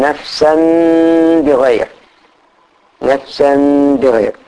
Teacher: إذا جاء بعد النون الساكنة والتنوين حرف باء نقلب النون الساكنة إلى ميم ونطول غنتها، وإذا جاء تنوين وبعد باء نقلب التنوين إلى ميم · Term: الإقلاب